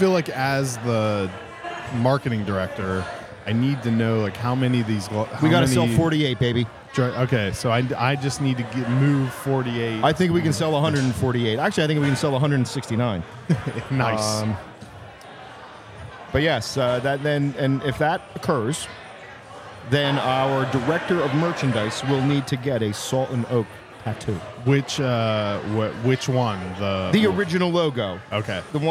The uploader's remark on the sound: This episode was recorded live